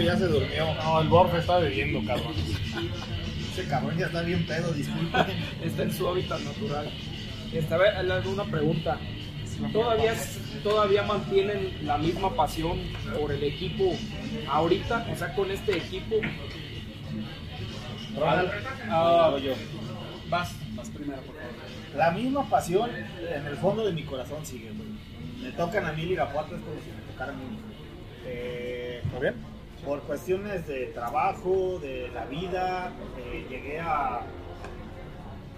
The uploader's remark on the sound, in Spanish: grabado en Alas Brasas Irapuato, el mejor bar de alitas de la ciudad